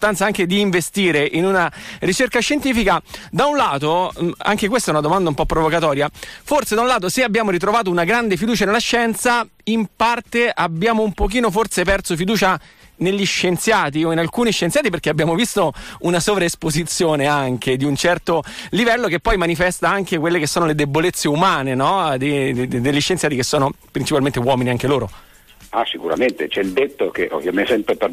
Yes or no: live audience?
no